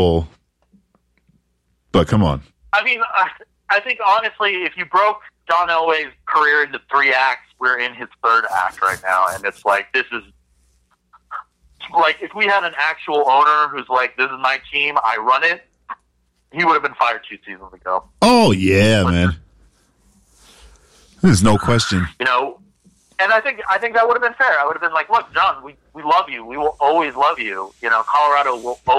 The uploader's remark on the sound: phones